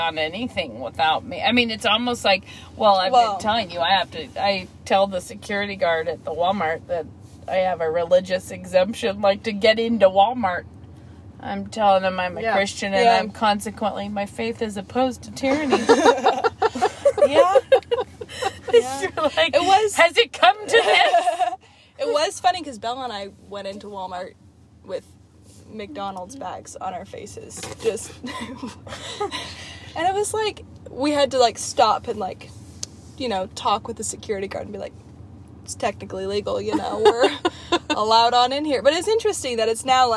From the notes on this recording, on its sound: This week we have not one, but two special guests with us in the car!